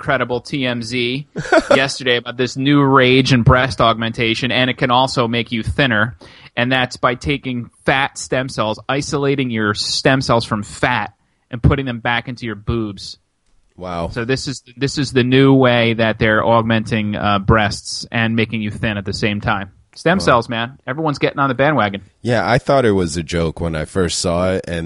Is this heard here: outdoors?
no